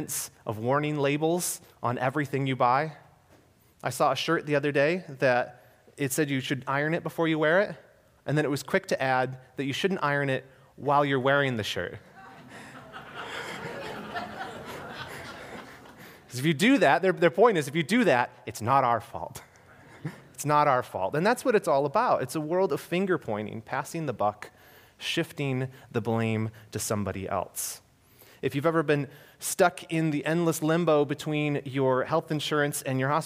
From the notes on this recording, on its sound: This was a sermon I recently delivered at Harvest Bible Church Detroit. This was a sermon I recently delivered at Harvest Bible Church Detroit.